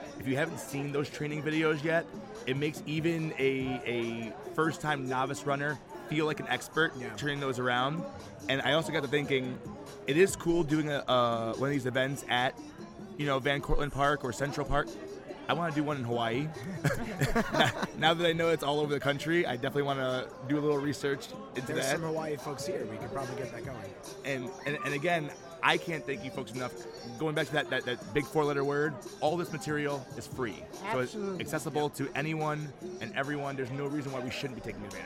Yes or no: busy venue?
yes